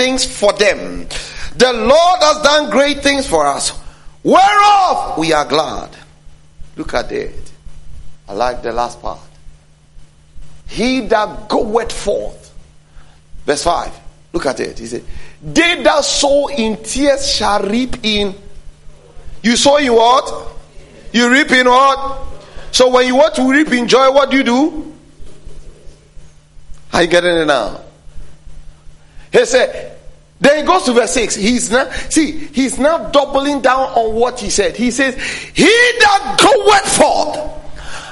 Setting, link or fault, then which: setting, large echoing room